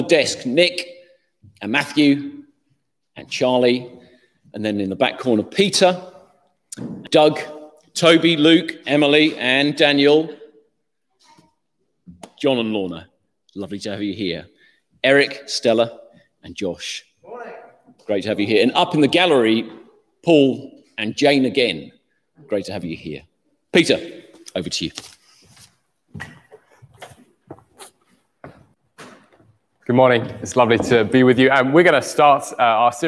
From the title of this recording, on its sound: Morning Service (Live